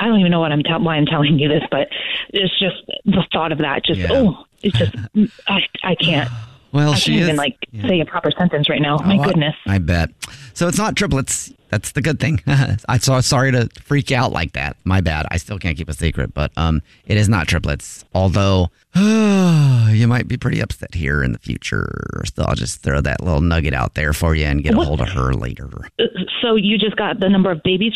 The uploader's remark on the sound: A Jubal Phone Prank is when our listeners set-up a friend or family member to wake up with The Jubal Show, phone prank style